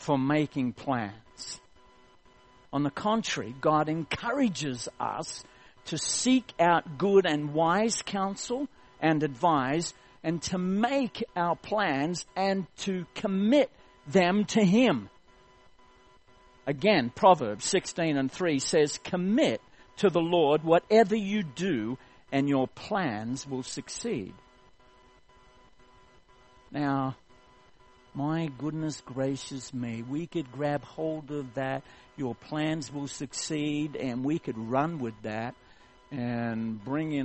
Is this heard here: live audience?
no